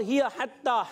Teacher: ہا کی ادائیگی حلق کے درمیان والے حصے سے